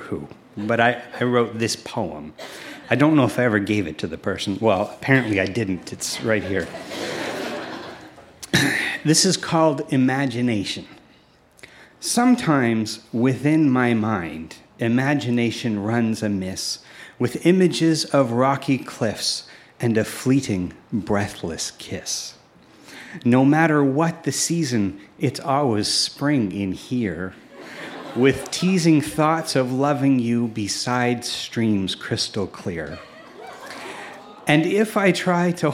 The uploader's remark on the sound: Recorded live at The Guild in Charlottetown, PE.